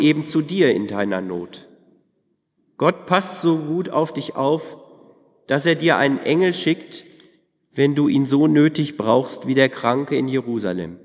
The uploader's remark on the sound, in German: im Tauferinnerungsgottesdienst in der Martin-Luther-Kirche